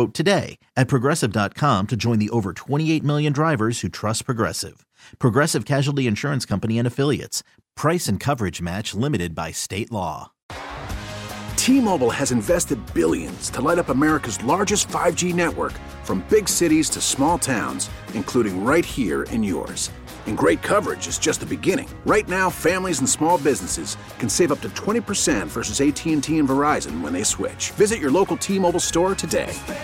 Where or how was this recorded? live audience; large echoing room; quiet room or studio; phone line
phone line